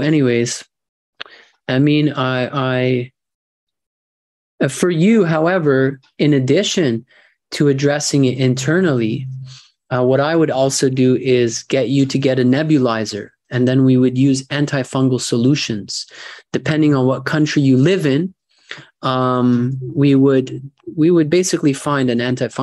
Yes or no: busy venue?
no